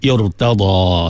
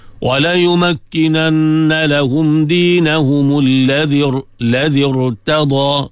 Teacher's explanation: Kasrah di sini adalah kasrah yang mendatang, kasrah yang baru, yang bukan kasrah asli. Maka ra tadi dibaca dengan tebal. · Term: ra dibaca dengan tebal